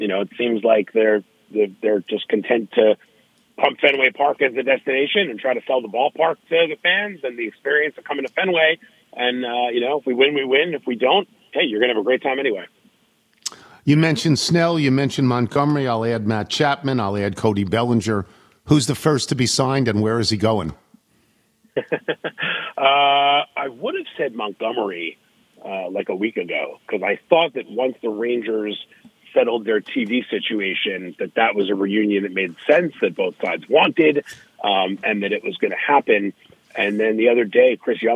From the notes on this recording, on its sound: Calls in to talk about the Daytona 500 and NASCAR. Phones in from Spring Training.